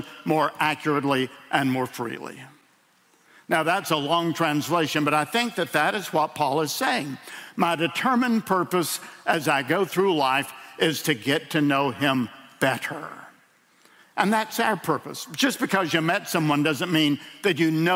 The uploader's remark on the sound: In a sermon delivered at World Outreach Church